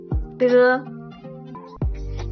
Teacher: Ponemos la punta de la lengua en la encía detrás de los incisivos superiores. Y retiramos la lengua rápidamente, permitiendo la salida moderada del aire. Se pronuncia como T.